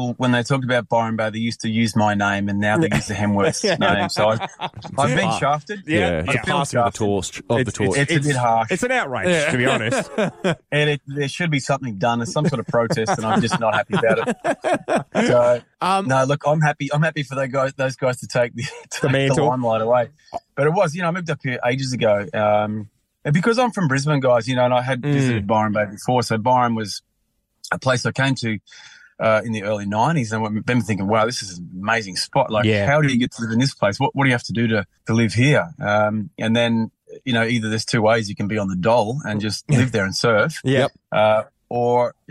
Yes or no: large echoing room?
no